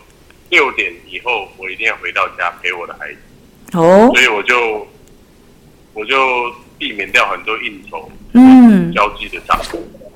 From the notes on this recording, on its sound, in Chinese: 本集因採電話訪問，錄音品質稍有影響，敬請見諒。